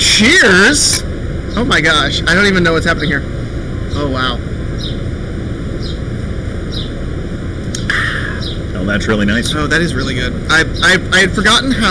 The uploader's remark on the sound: Live from the back yard at the Bier and Cheese Collective